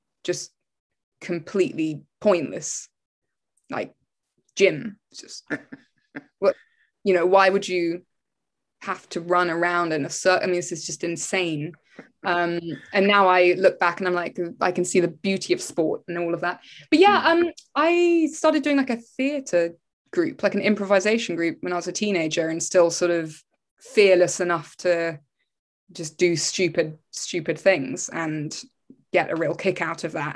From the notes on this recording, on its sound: Shot via Zoom.